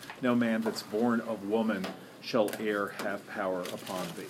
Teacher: emphasizing the word woman rather than the word born